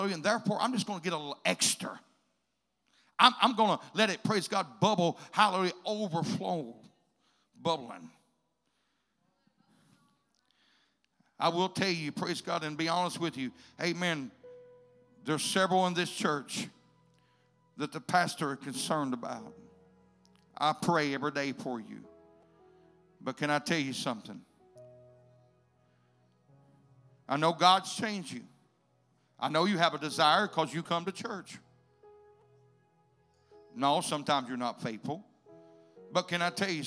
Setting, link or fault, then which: setting, large echoing room